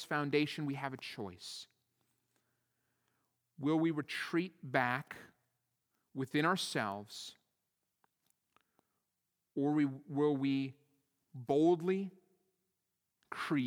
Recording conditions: large echoing room